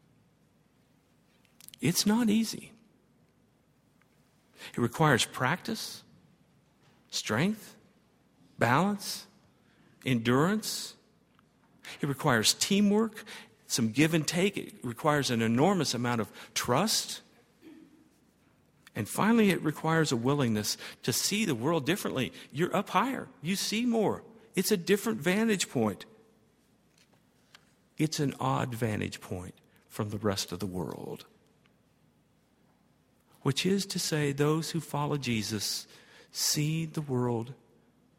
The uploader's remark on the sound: at Highland Baptist Church.